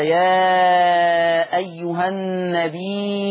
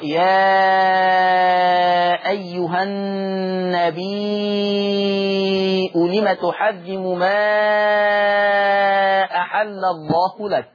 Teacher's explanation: النبي بالهمزة فتقرأ النبي وتمد الياء مدا مشبعا اللي هو مد متصل ست حركات